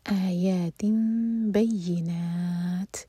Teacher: یا رکیں گے تو تا ساکن ہوگا، تا پر ہمس ہوگی، اور یہ ہے مد عارض للسکون.